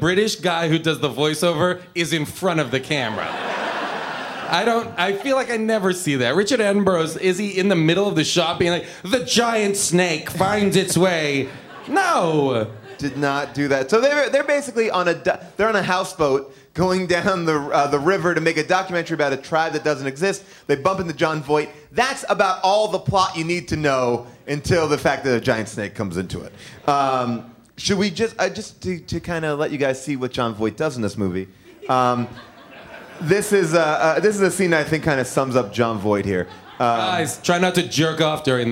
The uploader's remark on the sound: LIVE from The Bell House in Brooklyn